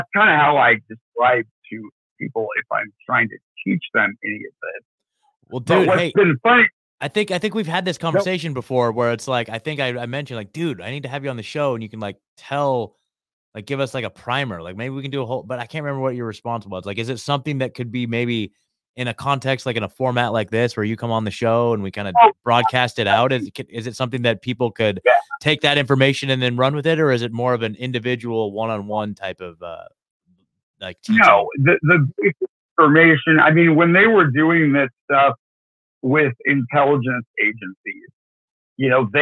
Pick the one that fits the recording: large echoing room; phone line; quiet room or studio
phone line